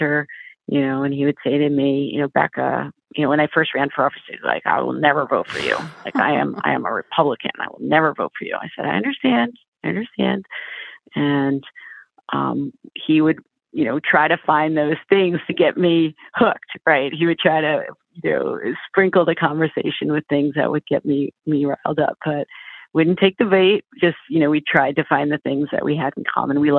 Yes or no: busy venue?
no